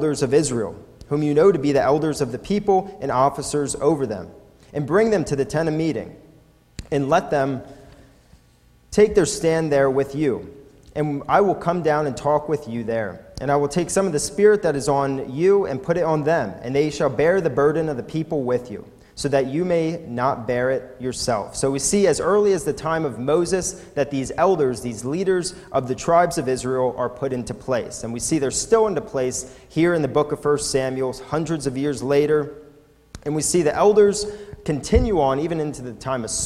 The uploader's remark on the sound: recorded at the Lebanon Bible Fellowship Church in Lebanon, PA on 6/17/2018 during the evening service